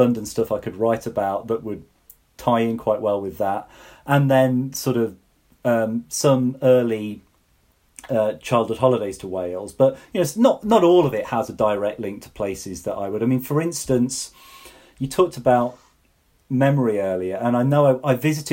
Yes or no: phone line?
no